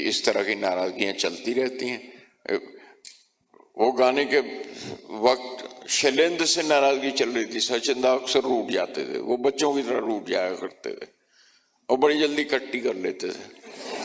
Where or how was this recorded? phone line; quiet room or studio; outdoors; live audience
live audience